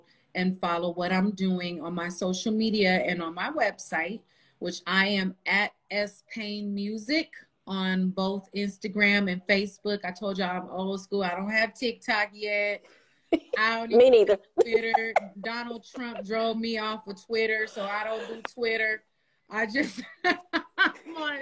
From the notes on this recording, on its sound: sits down on Instagram Live